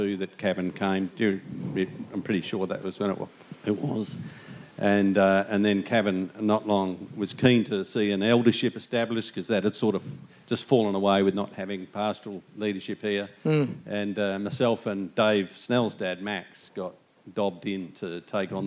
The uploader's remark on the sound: A special celebration service celebrating 60 years at Geraldton baptist church. Recorded Live on 2nd April 2023.